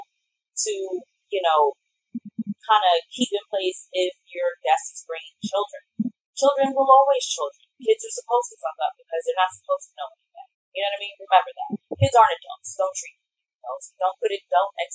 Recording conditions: poor sound quality